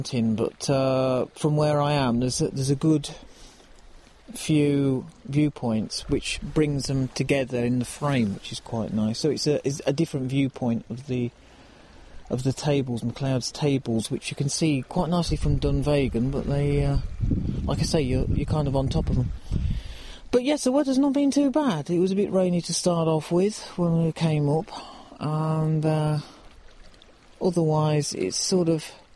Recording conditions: outdoors